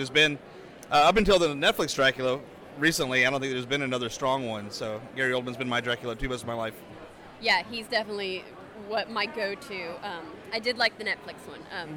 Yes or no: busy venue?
yes